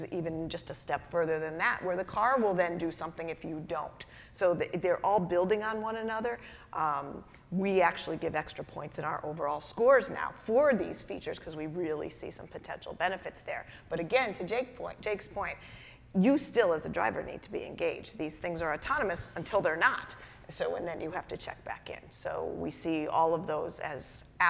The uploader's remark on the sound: We take the show on the road to the University of Michigan's Transportation Research Institute. We also take questions from our live audience!